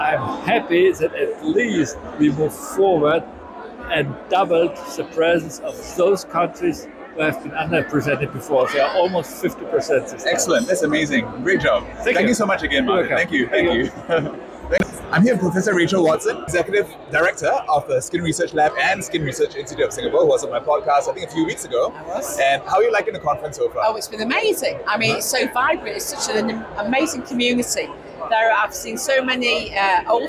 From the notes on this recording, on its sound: Caught up with some of the delegates and dermatologists at The President's Dinner. Day 3 at the 25th WCD in Singapore.